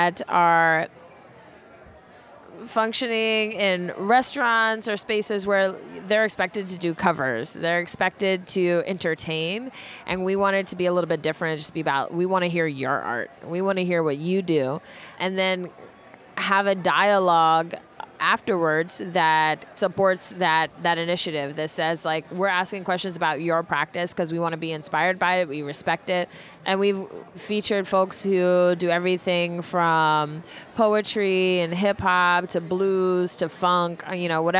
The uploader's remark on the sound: Setting up a temporary recording studio in a poolside cabana, at a Miami Beach hotel, we sit down with a dozen curators and cultural producers to document their stories. In this marathon recording session. We recorded this special program when the annual Congress of the Association of International Curators of Contemporary Art (IKT) took place in the United States for the first time.